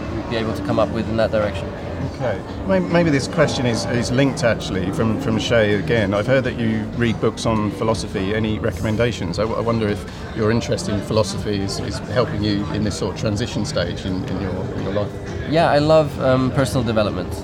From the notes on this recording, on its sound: At the Goodwood Festival of Speed.